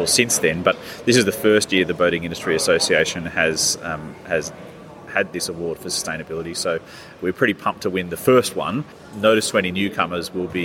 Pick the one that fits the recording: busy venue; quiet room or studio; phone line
busy venue